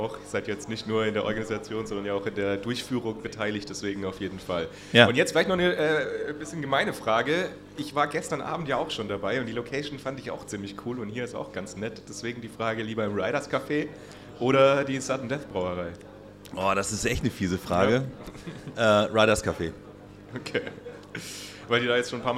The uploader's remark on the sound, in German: Live vom Stadtwerke Impact Day